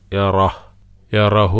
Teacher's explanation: യറഹ് റാ കഴിഞ്ഞിട്ട് ചെറിയ ഒരു ശ്വാസം പുറത്തേക്ക് വിടുക, കാറ്റ്. യറഹ് യറഹു എന്നുള്ളത് യറഹ് മതിയല്ലോ.